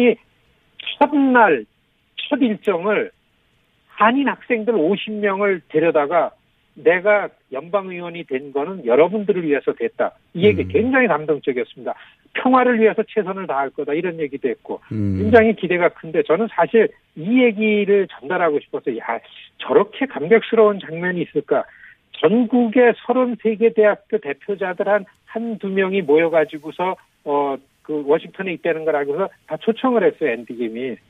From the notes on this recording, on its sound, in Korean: 전화연결